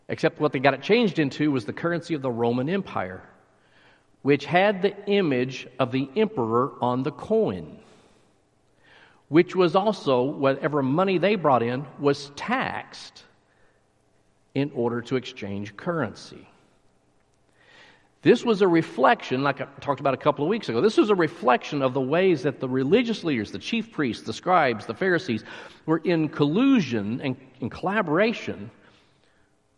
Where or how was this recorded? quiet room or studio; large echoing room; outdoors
large echoing room